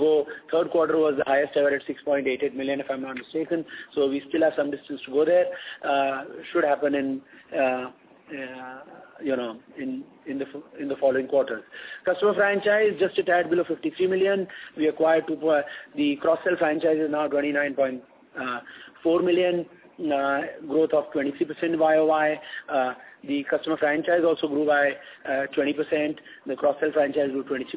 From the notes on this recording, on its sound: Results discussion/conference call.